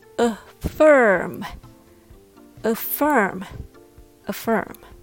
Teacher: The word affirm has the stress in firm. So the a becomes a schwa sound.